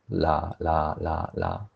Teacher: So, ra is in like you will hit the ceiling a bit of here, touching the ceiling of your mouth slightly, and then it's like you flip the tongue